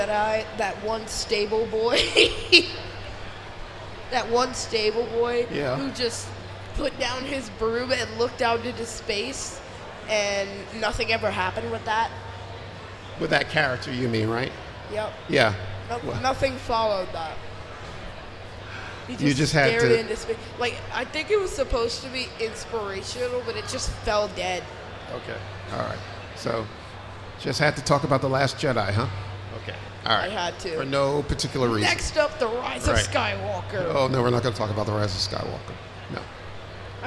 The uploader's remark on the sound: A Special FATHER.SON.GALAXY. Panel at FANEXPO Chicago 2023. Recorded at FANEXPO Chicago.